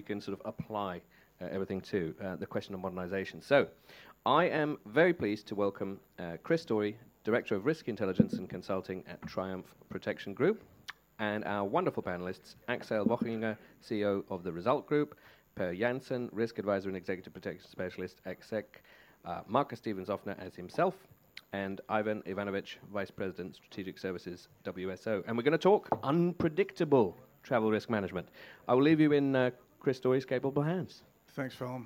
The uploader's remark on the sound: Live at CPTF 2023. Eighth Annual Executive Security and CP Technology Forum in London.